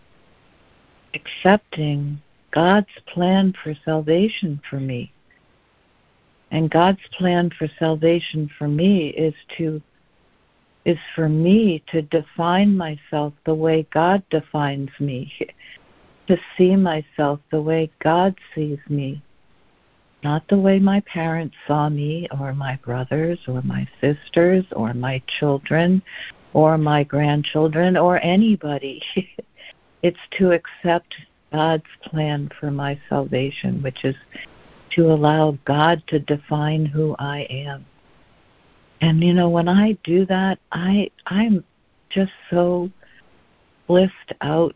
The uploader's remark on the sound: ACIM Daily Conference Call